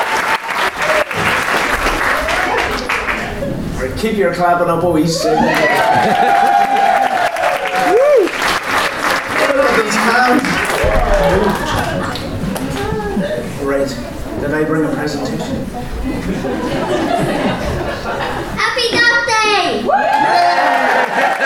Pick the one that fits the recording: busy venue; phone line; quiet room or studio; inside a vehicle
busy venue